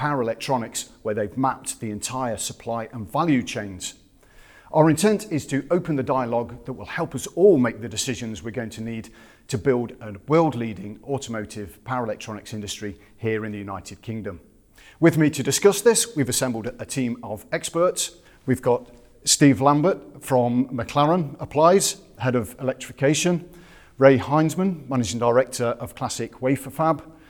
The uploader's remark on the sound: Then hear a live panel discussion. In front of a small studio audience.